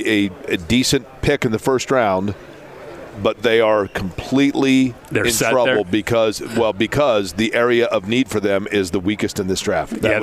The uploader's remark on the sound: Live From the NFL Combine. Live from radio row at the NFL Combine.